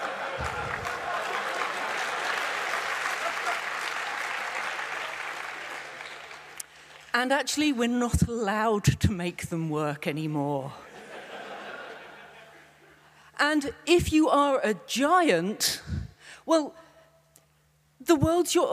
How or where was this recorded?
live audience